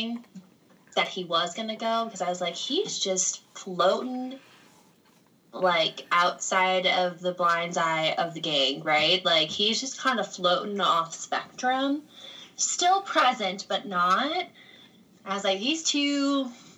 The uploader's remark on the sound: Is in the process of moving so please excuse the sound quality.